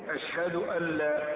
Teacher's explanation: أشهد أن لا إله إلا الله، ومع نهاية المحاضرة السابقة بينا أن جاءت للتوكيد مخففة من الثقيلة، أدغمت في اللام بعدها إدغاما كاملا